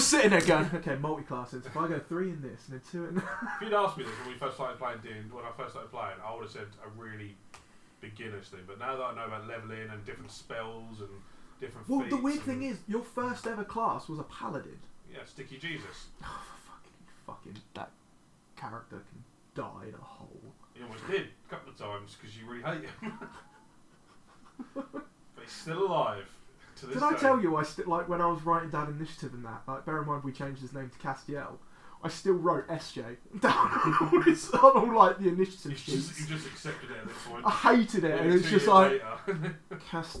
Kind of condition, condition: fault, poor sound quality